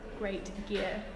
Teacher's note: And there can also be release masking, which occurs when you have two non-homorganic plosives together. So the second onset masks the release of the first, such as in great gear.